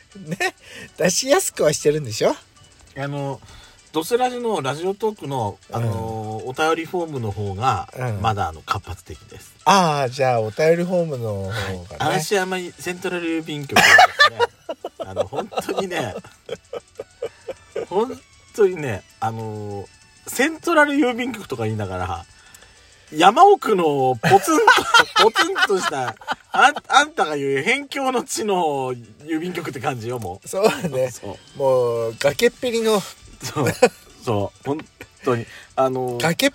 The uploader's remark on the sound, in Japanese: 2人組。パーキング収録。